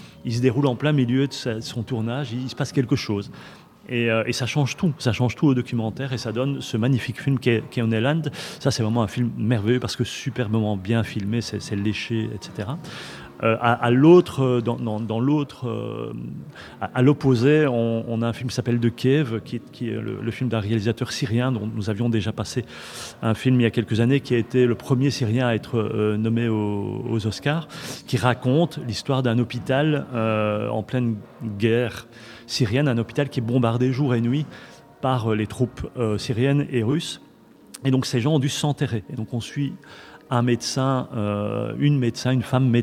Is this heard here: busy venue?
yes